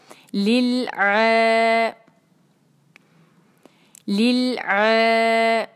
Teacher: کسرا اس کو لام ساکن کے ساتھ ملائیں گے، لل، اور عین کی آواز کو نکالیں گے حلق کے بیچ میں سے جہاں سے ہم ح کی آواز نکالتے ہیں